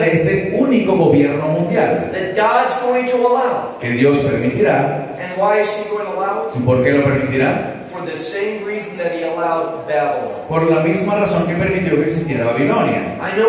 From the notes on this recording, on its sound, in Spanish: Pedimos disculpas por la calidad de sonido de esta conferencia en VIVO, lo cual fue una cuestión ajena a nuestro Ministerio.